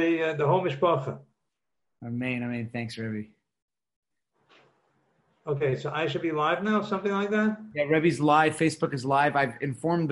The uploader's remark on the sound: Live on Zoom 7-6-2020